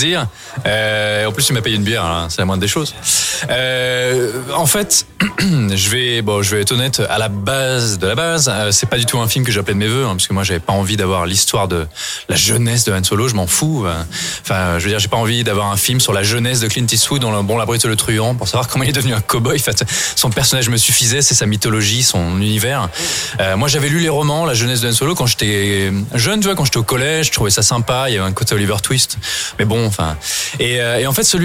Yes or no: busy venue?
yes